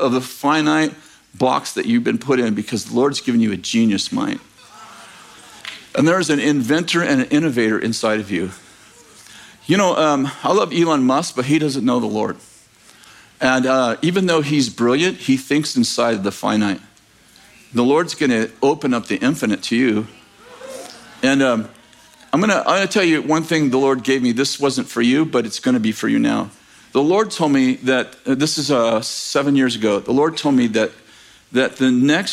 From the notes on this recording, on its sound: At Bethel Church in Redding, CA.